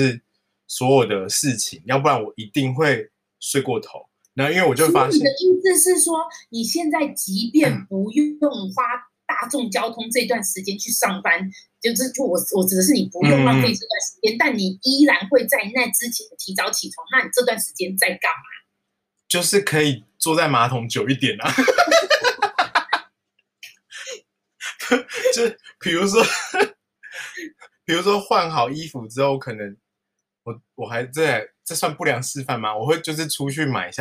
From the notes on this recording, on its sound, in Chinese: 嘗試使用線上錄音的方式。